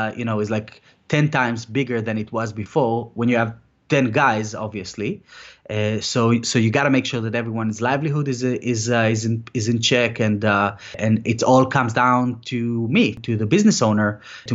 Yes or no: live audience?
no